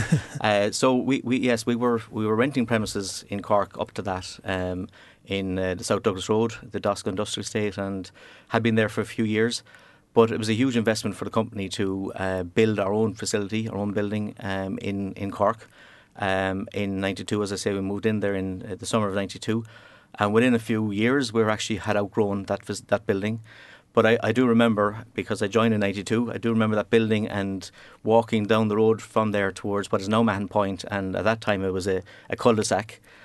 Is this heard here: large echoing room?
no